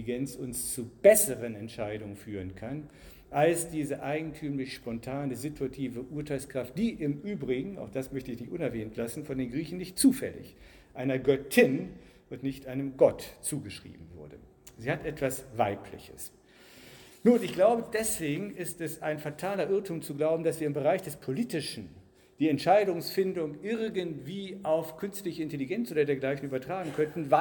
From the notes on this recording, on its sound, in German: Ihr hört den zweiten Teil des Festvortrages zum 100jährigen Bestehen der Winfriedschule Fulda (Gymnasium).